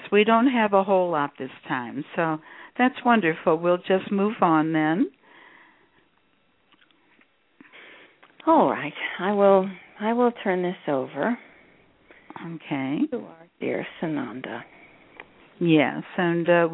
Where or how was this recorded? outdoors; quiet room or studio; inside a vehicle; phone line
phone line